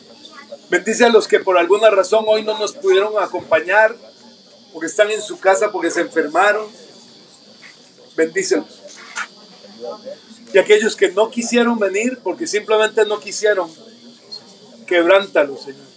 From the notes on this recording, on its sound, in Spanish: desde un parque en la reunión familiar de la Familia-Iglesia de Sydney, Australia.